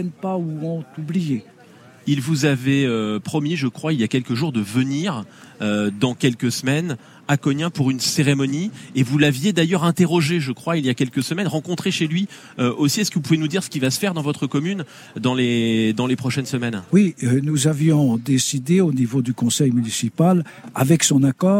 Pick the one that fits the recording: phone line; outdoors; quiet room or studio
outdoors